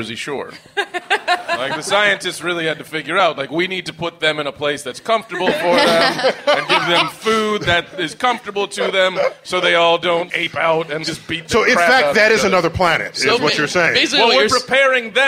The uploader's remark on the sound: Live at the Bell House